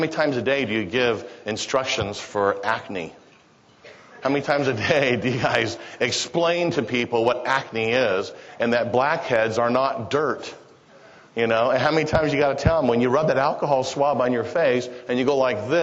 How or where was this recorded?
live audience